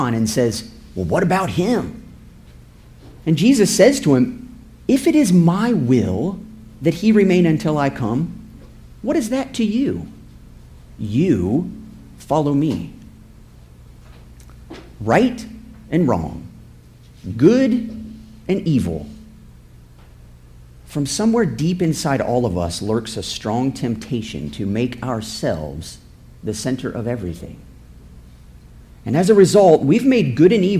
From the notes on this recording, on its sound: This episode is a sermon I preached September 24, 2017.